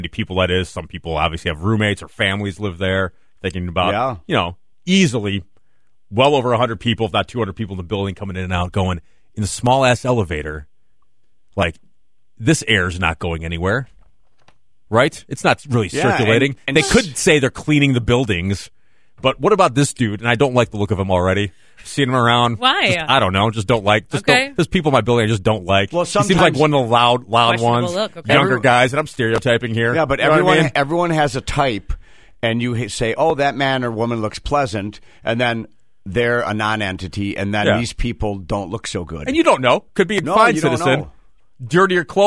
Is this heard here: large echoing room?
no